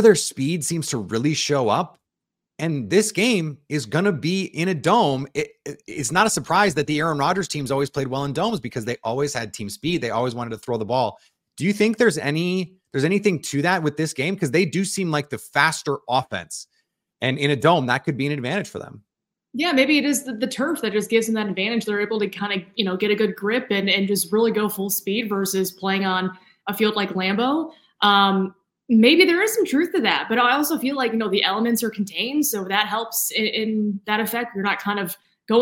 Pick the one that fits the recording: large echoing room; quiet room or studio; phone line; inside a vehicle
quiet room or studio